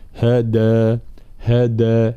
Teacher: الدال حرف شديد ومجهور · Term: صوت الدال